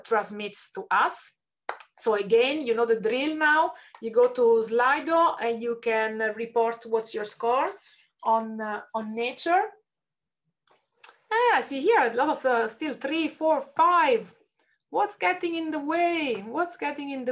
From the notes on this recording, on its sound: An edited extract of a live webinar recorded in July 2021, with participants answering questions in Slido (hence you may hear this referenced in the audio).